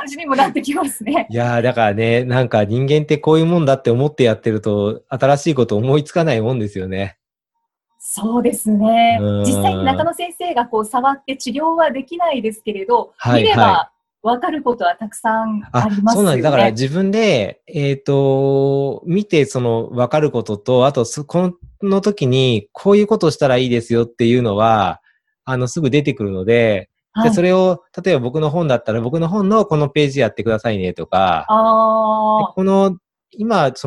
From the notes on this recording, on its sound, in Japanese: オンライン収録のため、通常より音声が劣りますがご了承ください。